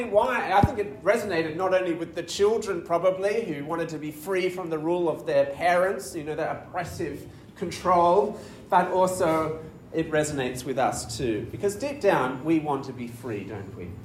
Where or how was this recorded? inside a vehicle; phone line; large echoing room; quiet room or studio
large echoing room